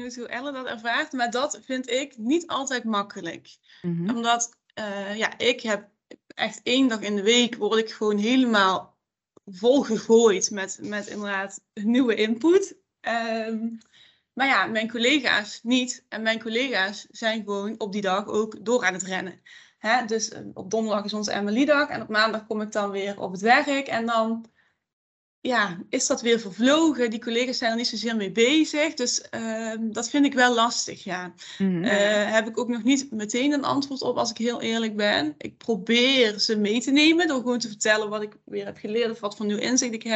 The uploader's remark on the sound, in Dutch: Via beeldbellen